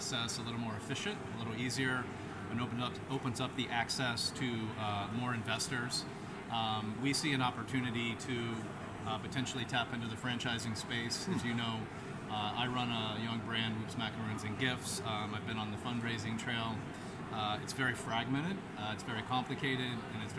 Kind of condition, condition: setting, busy venue